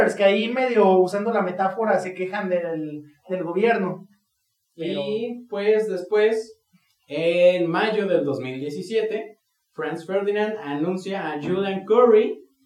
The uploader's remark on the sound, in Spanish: una disculpa muy grande por la calidad del audio en este episodio, la verdad es que tenemos unos micrófonos nuevos y no los sabemos usar